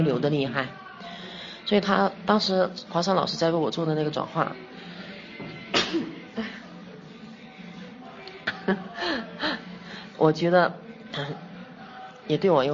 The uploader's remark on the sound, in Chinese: 因為是在咖啡廳錄製的關係，所以還會聽到咖啡機。錄製地點 中國雲南省昆明巿。又帶我去了一家名為『當年情』的…主題咖啡館。